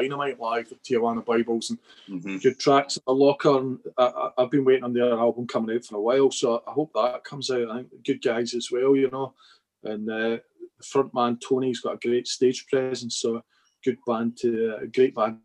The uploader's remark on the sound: I spoke to them both via zoom.